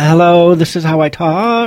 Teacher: that phony little girl voice, vocal fry, and then the up-talk on the end of it